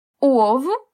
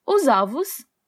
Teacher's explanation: o ovo, fechado, e os ovos, aberto